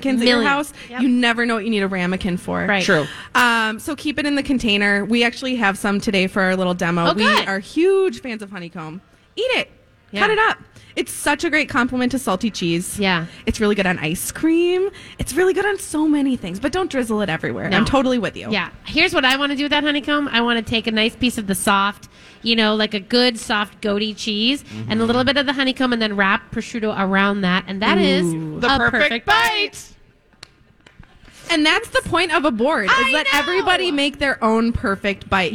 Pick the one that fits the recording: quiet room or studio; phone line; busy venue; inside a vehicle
busy venue